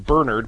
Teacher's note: putting the accent on the first syllable